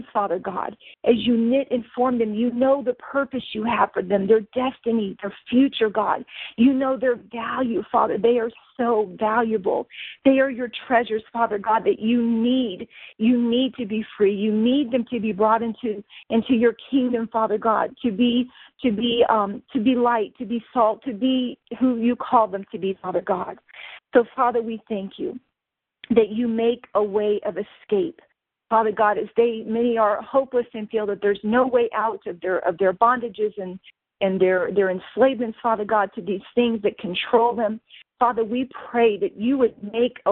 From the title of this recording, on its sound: CONFERENCE CALL